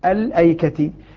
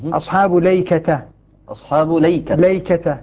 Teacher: اللام مفتوحة بدون همزة، التاء مفتوحة. · Shown in: second take